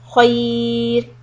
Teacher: If you stop on the word خير then it will be خير and we are going to make it soft ra because whenever there is a letter ra with a sukun and it is preceded by ya then we make it soft